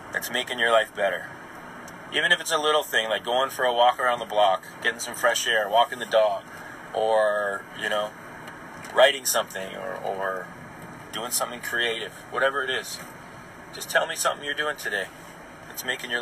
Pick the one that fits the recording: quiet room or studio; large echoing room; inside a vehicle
inside a vehicle